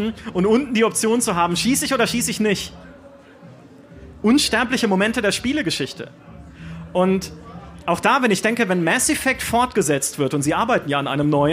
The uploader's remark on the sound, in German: Live-Podcast vom Münchner Geek-Festival